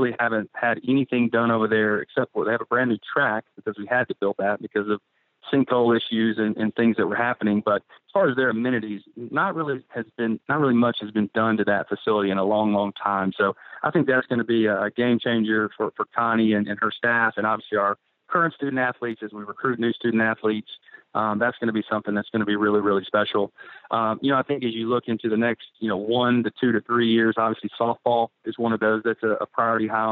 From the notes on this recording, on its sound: on the Modern Woodmen phone line